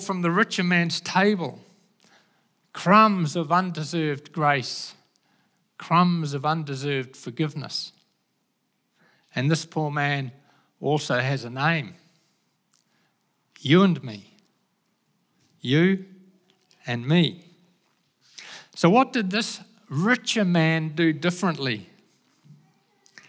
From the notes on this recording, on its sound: Recorded at the Hukanui Bible Church morning service on Sunday the 26th of March 2023 during the 10:00 am service.